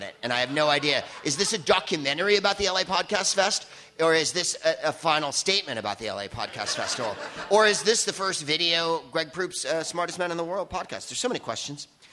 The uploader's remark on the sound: Live from the LA Podcast Festival